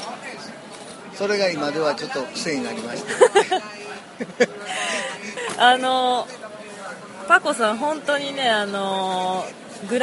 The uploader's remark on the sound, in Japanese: ヘレス・デ・ラ・フロンテーラより～。巡礼前に、フラメンコ・シェリー酒・馬術で有名なヘレスのバルで収録。